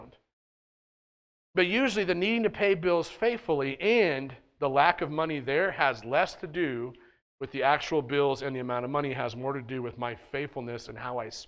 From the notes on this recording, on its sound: at The Well, an Acts 29, SBC, and Converge Heartland Church in Hastings, NE.